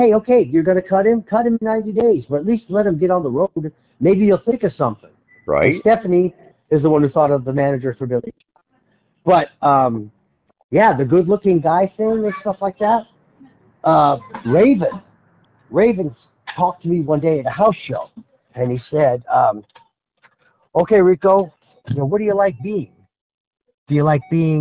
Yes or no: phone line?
yes